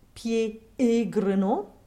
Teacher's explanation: This, of course, means that we have two closed E's in a row.